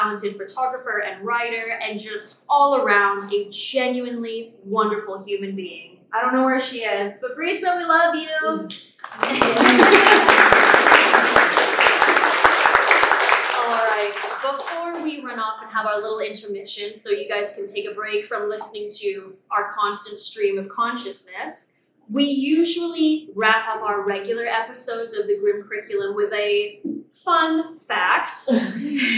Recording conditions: poor sound quality